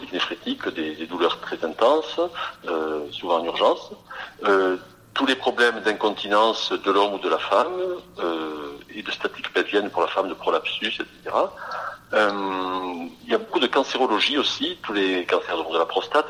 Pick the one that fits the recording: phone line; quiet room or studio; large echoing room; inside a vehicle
phone line